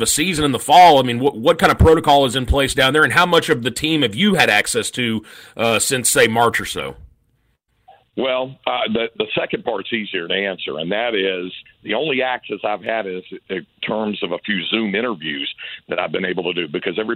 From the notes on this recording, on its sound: hop on the phone